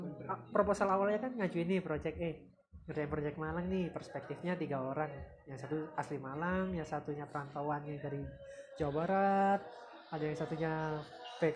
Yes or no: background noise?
yes